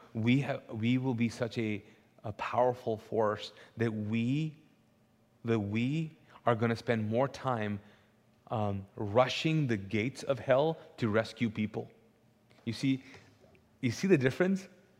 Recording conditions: large echoing room